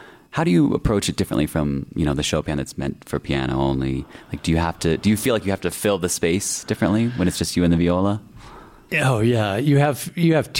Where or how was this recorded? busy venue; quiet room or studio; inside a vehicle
busy venue